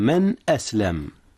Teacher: من أسلم أظهر نون من قبل الهمزة إذ هي من أحرف الحلق · Term: إظهار